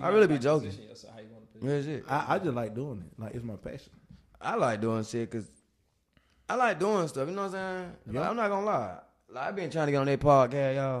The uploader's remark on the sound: This EP featured 2 guest stars. Audio people i do apologize in advance you know we get live and loud.